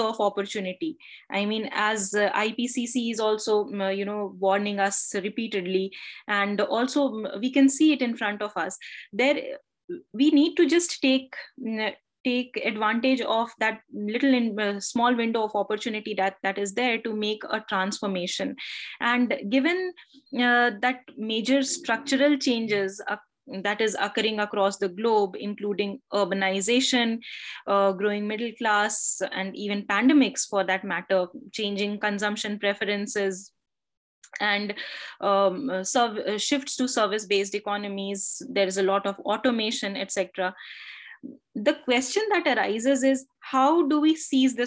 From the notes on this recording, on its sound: Zoom and Facebook Live